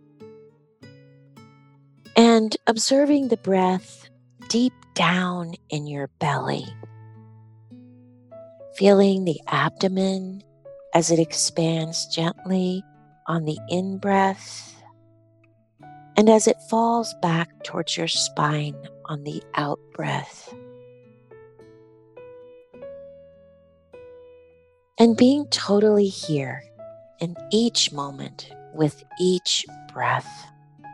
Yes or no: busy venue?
no